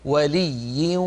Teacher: ننطق واو ومعها غنة